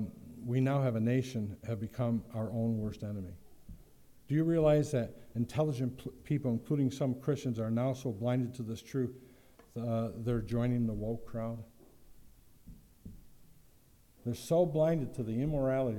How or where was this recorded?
large echoing room